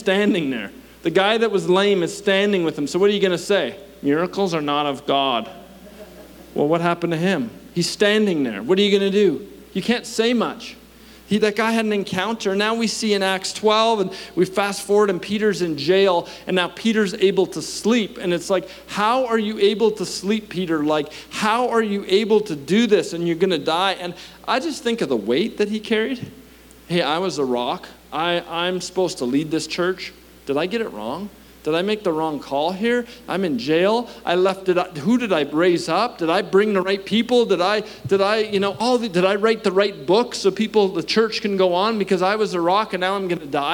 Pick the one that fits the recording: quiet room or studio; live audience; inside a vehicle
live audience